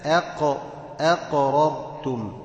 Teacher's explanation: رقق الهمزة أيضا، مش أق أق، يبقى أنت فخمت الهمزة